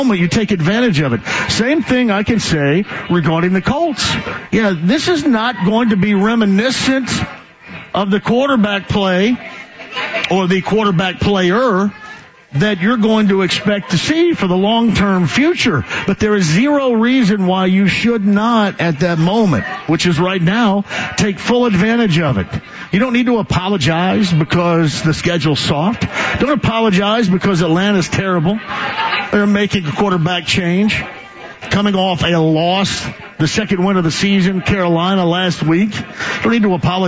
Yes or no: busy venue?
yes